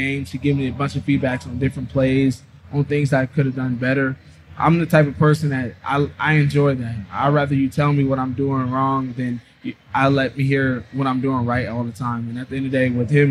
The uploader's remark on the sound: Live at NBA All-Star in Utah